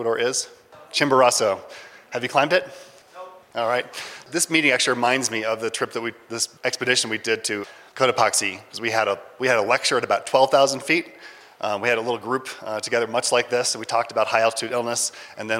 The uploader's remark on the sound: A recording of a lecture from the 2019 Mountain and Emergency Medicine Conference March 22nd at Taos Ski Valley, new Mexico. At this high elevation location (10,200 feet).